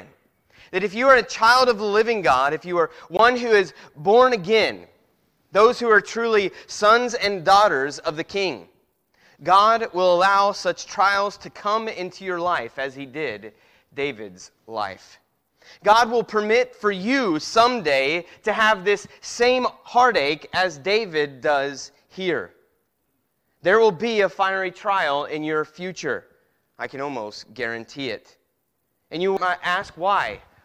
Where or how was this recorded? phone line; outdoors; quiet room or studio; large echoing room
large echoing room